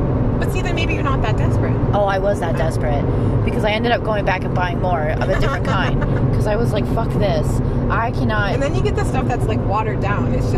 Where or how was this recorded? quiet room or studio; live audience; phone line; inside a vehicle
inside a vehicle